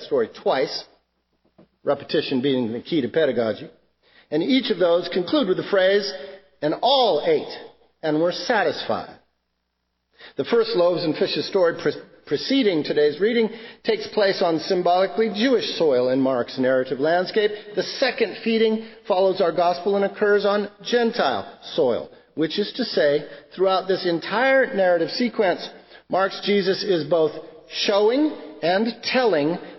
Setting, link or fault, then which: setting, large echoing room